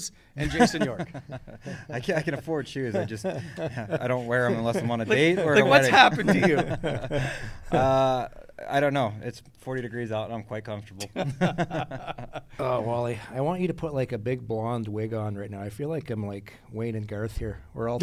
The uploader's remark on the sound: The boys are live from All-Star in Toronto!